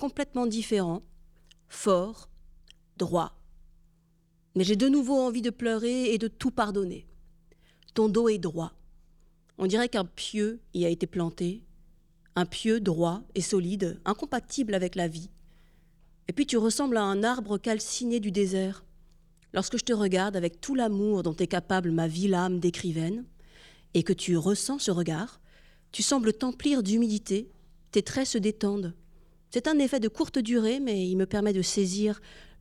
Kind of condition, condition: setting, large echoing room